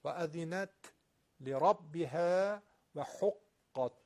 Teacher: حرف تا رو میبینید که تو این آیات تکرار میشه، تای ساکن. اذنت صدای لطیف تا در سکونش باید بیاد، تکونم نخوره ها، قلقله نگیره